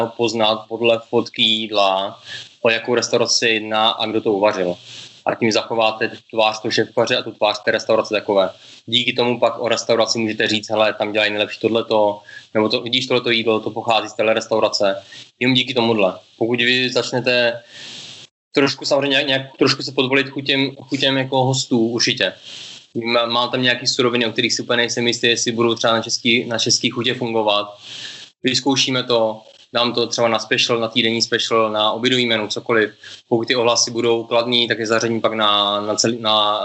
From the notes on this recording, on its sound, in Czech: přes Skype (tímto se rovnou omlouváme za občas horší kvalitu přenosu)